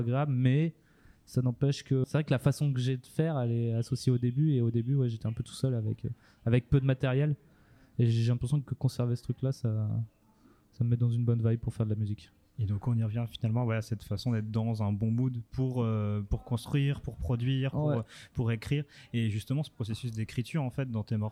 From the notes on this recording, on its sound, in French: Épisode réalisé lors du festival Campulsations 2023. Interview en collaboration avec Radio Campus Bordeaux.